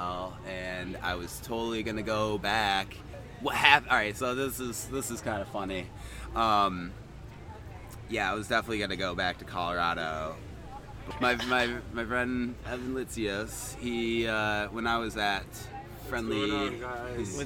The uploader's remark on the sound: Located at Snow Ridge in Turin, NY. We recorded this while we were vending at Otis Mountain Get Down 2018! There is engagement with festival goers.